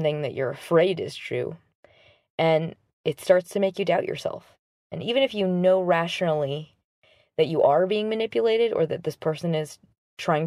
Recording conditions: inside a vehicle